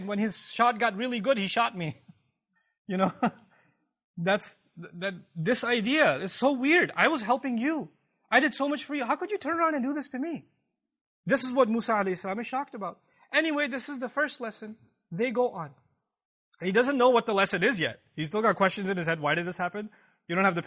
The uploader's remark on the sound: This Khutbah was recorded on October 6th, 2017 at the Euless Campus